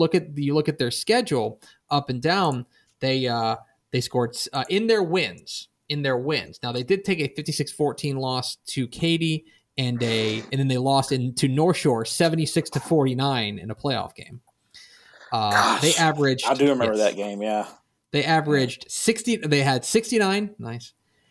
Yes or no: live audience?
no